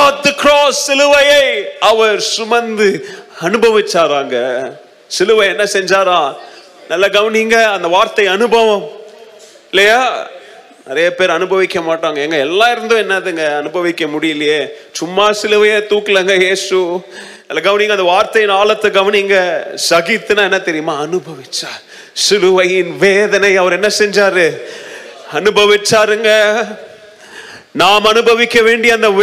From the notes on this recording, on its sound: Mission Sunday Second Service Sermon Live